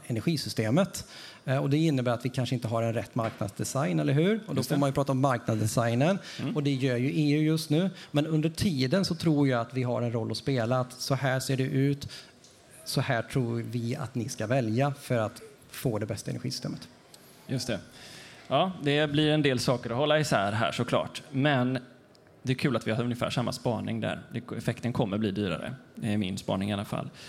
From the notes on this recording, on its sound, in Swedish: EnergiStrategiPodden live på Frihamnsdagarna. Sände vi Energistrategipoddens första live-podd under Frihamnsdagarna i Göteborg.